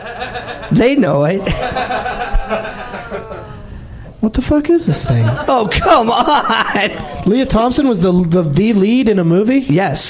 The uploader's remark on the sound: Invites two audience members onto the stage to discuss their most and least favorite movies and pick prizes from his pile of swag.